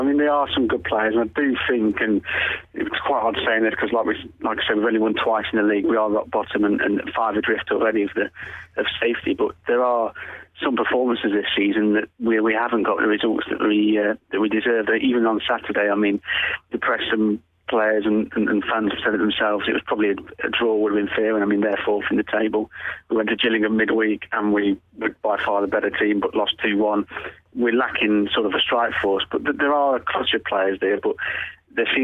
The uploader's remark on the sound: Is also on the line.